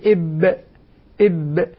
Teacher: عندما ننطق حرف الباء أن الشفتين لا تبقى ملتصقة. لا أقول إب إب، لو ألصقت الشفتين سوف يختلط عندي مخرج الباء بمخرج الميم. · Term: حرف انفجاري